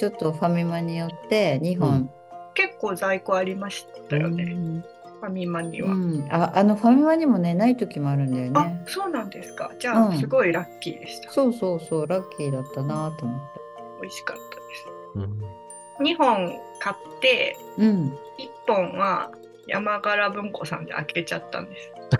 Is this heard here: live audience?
no